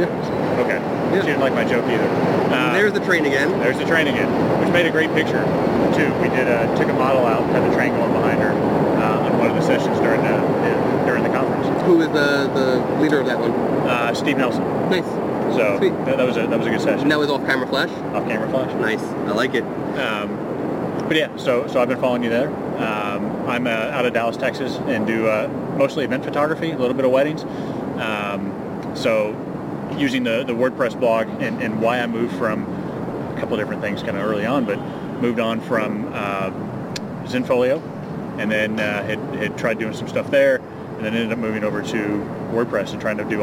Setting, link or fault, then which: setting, outdoors